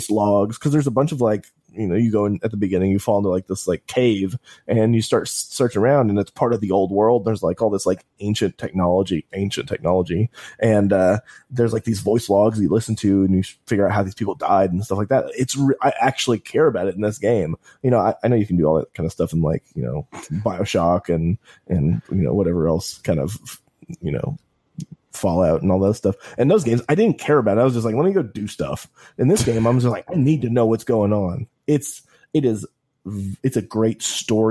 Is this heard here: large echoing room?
no